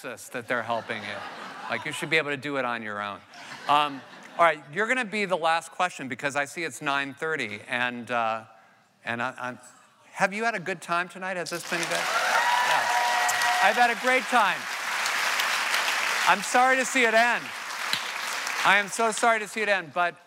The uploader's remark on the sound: The conversation was recorded on May 24, 2016 in front of a live audience at New York's 92nd Street Y.